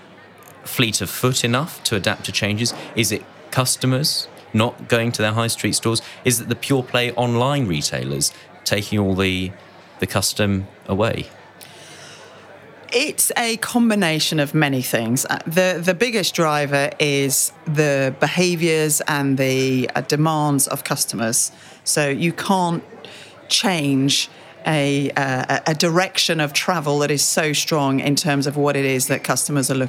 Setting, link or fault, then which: setting, busy venue